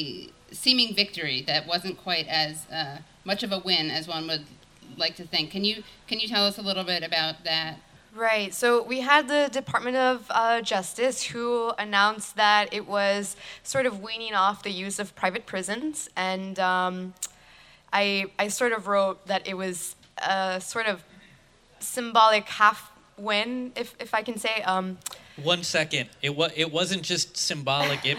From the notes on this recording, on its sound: In this live show